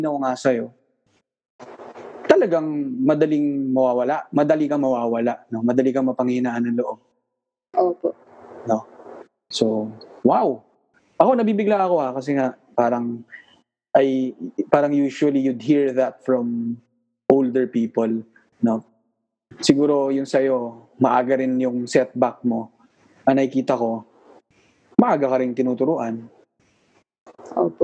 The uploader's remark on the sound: Via Zoom.